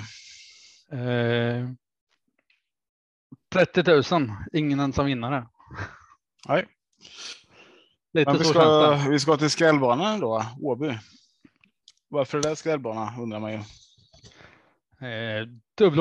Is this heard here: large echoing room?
no